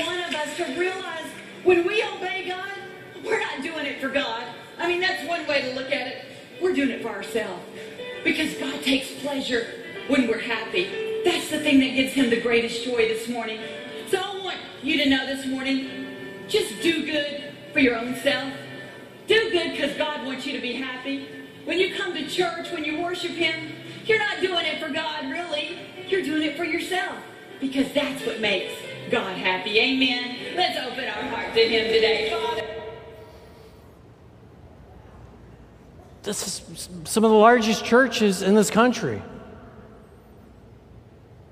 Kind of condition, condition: setting, live audience